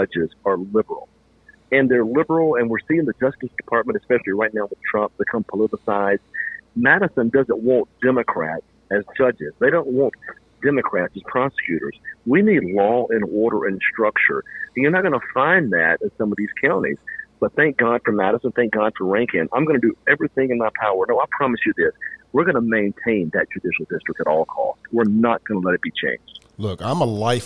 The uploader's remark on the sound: took the time tonight to call in for a no-holds barred, uncensored interview with me